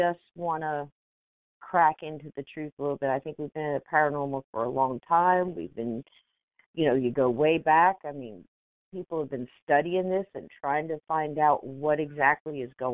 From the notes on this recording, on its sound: Hosted a live call in show.